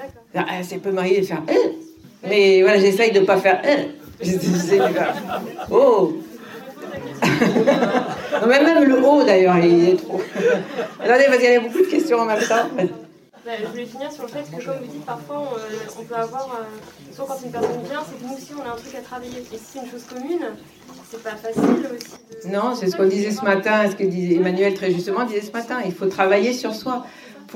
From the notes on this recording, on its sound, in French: Cet épisode est l'enregistrement de la conférence que j'ai donné au Tarot Festival 2022